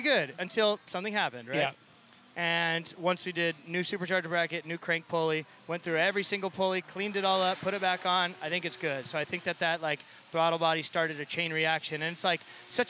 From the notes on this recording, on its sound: Chats live with drivers live at Formula Drift Seattle. Audio Engineering by J-One Audio Services.